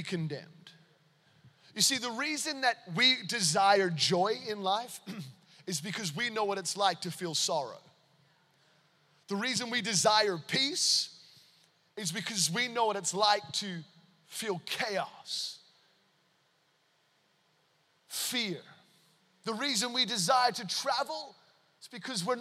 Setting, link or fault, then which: setting, large echoing room